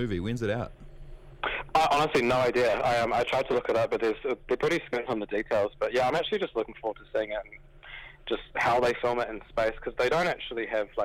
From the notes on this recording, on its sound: jumps on the phone to chat